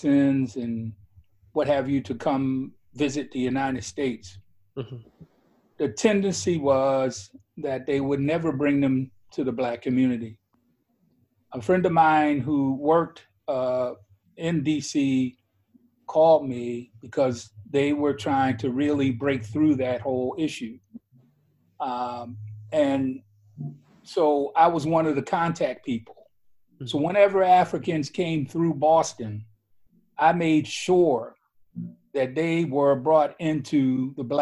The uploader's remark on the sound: This episode is the outcome of a Zoom panel that The Africanist co-organized in the framework of the annual African Heritage Festival of Louisville, Kentucky.